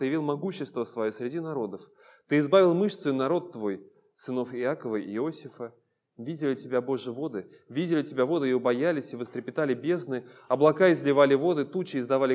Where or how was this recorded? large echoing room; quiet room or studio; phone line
large echoing room